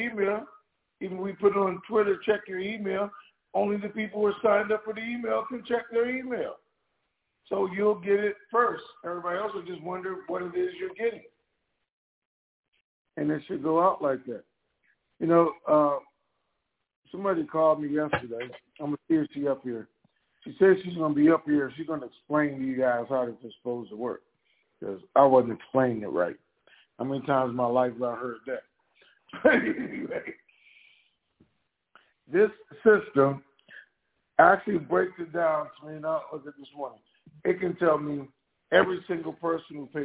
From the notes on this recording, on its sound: TNTSuperfantastic Conference Call.